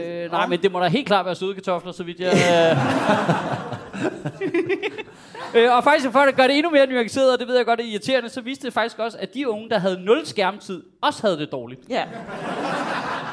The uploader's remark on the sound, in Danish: Afsnittet er optaget live på Comedy Zoo